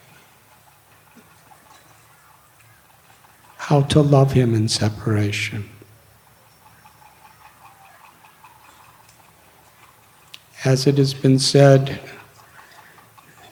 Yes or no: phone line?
no